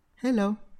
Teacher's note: Nếu bạn nói hello như bình thường, nâng cao giọng ở chữ he và hạ giọng ở chữ lô · Term: ngữ điệu